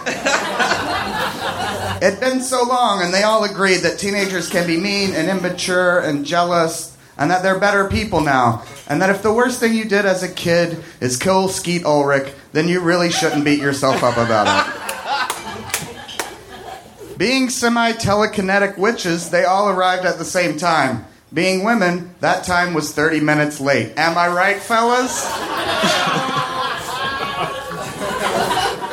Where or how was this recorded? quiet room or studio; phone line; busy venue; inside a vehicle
busy venue